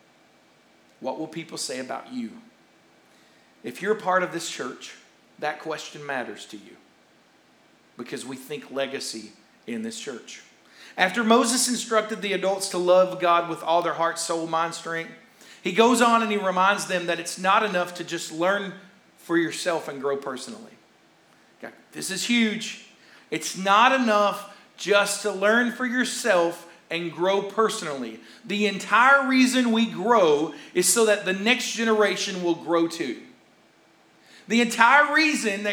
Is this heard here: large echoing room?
yes